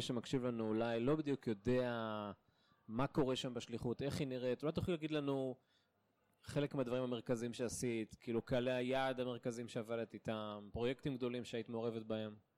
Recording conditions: busy venue